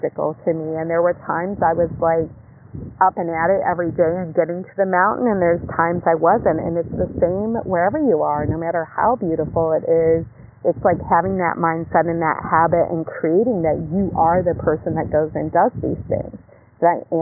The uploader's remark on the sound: Live from the beach, post yoga.